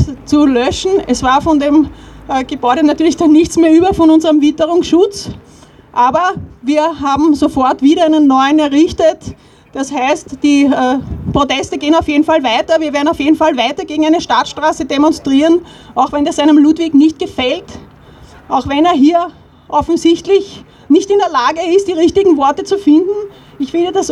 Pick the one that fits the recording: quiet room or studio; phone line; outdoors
outdoors